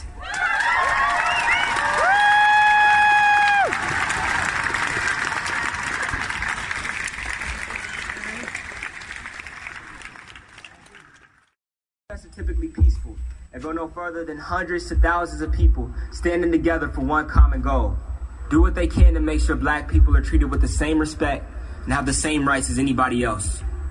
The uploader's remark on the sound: Black Lives Matter Protest Bristol June 2020 - Speeches. Decided to organise a small protest not expecting more than a few hundred people. I have managed to collage some of the amazing speeches.